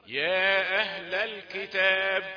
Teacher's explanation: طب انا عاوز اقرا المنفصل يا اهل الكتاب حركتين، يا اهل الكتاب هكذا تعلمنا من مشايخنا.